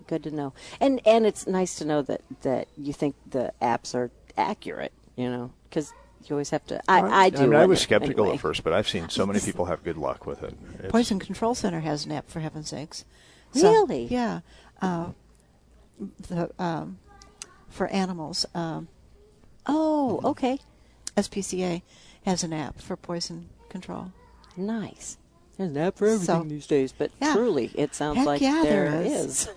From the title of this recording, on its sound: Live at Prairie Gardens